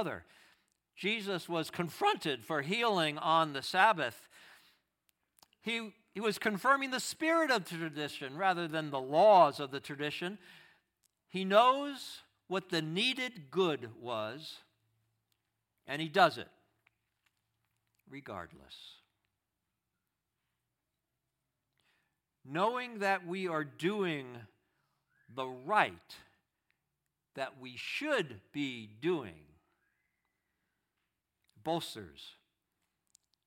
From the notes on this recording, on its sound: Audio of our worship service on Easter Sunday, 4/9/23. Streamed live from our campus in Westlake Village, CA.